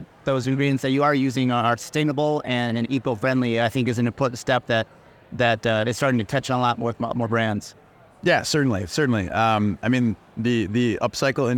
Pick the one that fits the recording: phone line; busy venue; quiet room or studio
busy venue